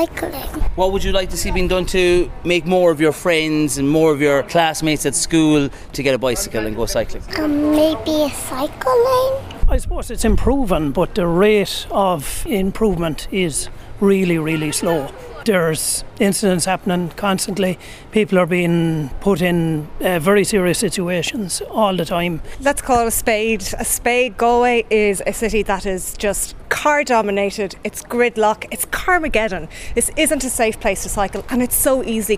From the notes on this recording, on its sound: As we broadcast live from the Galmont Hotel in Galway as part of Newstalk's Summer Tour.